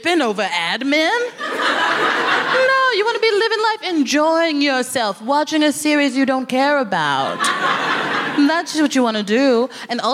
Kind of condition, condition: setting, busy venue